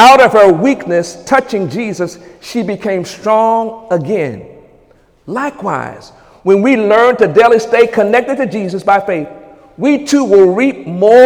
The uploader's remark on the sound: During Sunday morning service on January 28, 2018.